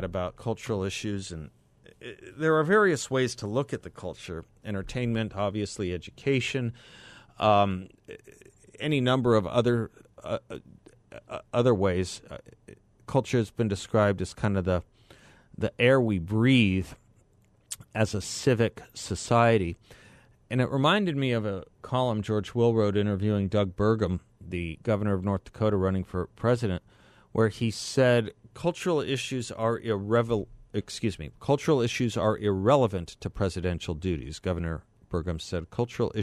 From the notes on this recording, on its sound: Joins The … Show for the full hour by phone.